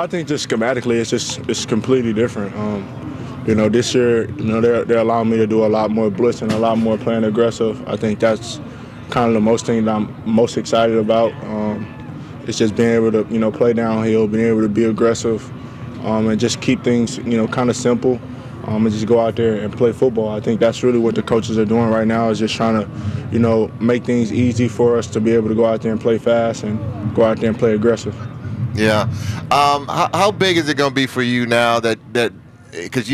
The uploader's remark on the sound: broadcast live from Chargers Training Camp at Jack Hammet Sports Complex